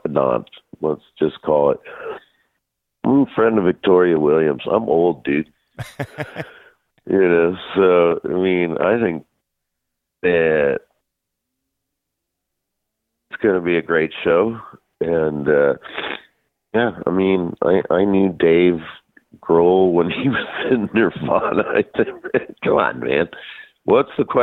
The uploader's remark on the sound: called